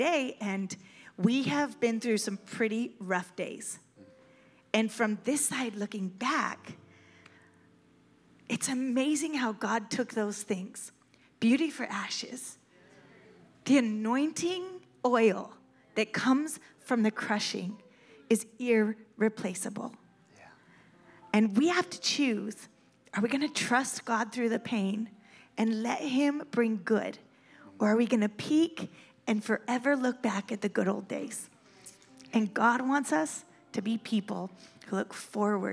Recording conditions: large echoing room